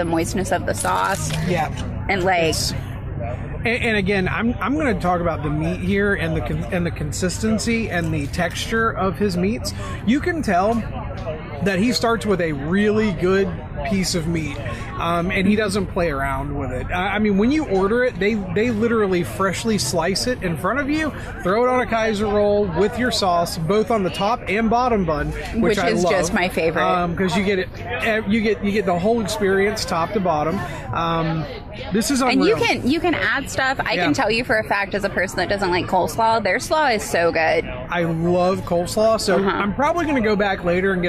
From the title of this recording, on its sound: Live At Lurch Fest